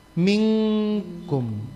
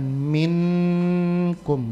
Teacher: nun sukun ketemu dengan kaf, ibu pastikan langsung bunyi ng dia · Shown in: first take · mingkum ya, bukan minkum, bukan, tapi mingkum, langsung ikhfa, gitu.